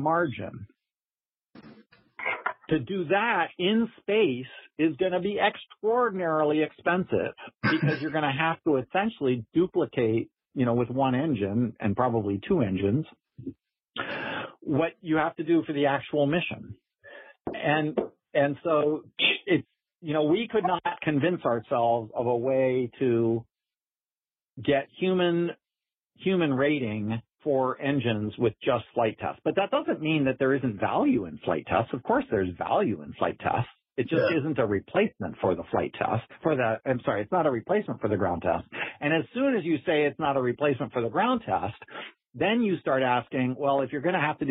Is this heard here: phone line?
yes